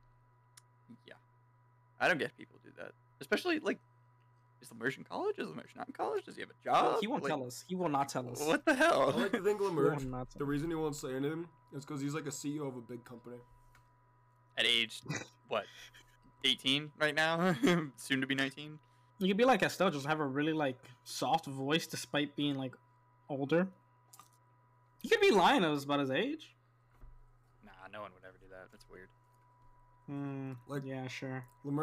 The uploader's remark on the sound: This episode features passiable audio